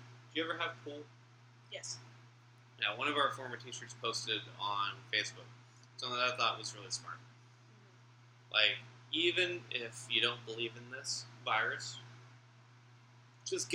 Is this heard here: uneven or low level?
yes